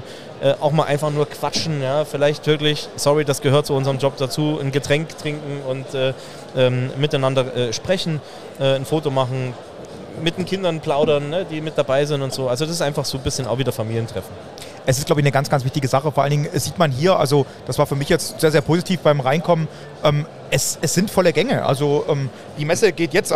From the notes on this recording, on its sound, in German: Dort hatte das Bayerische Metzgerhandwerk einen eigenen Stand. Der direkt am Messestand aufgenommen wurde.